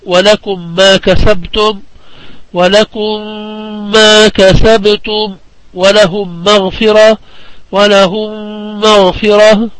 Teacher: الحكم الثاني من أحكام الميم الساكنة وهو الإدغام الصغير، وهو إدغام الميم الساكنة بميم بعدها بغنة كاملة